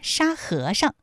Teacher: 特别注意沙和尚，哎，在这里面最后那个上它是读轻声。